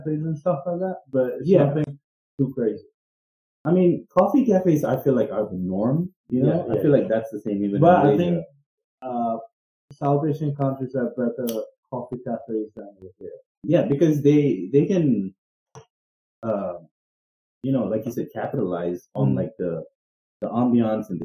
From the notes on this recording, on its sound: We apologise for the kinda shitty audio. Don't know what happened there but we kind of fixed it.